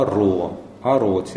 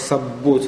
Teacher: Он теряет, естественно, удвоение, и предшествующий гласный при этом удлиняется. · Shown in: first take · Получается вот основа аро, ароти, вместо арроти.